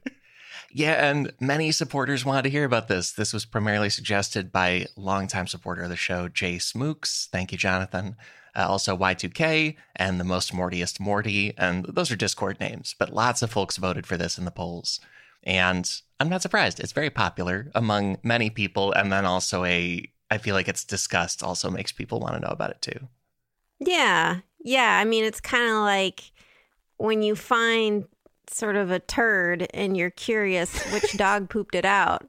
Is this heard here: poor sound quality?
no